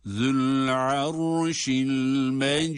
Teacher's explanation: Burada mecid kelimesinde tabii ki sondaki dal harfi ince, dururken de galgale sıfatını icra etmemiz lazım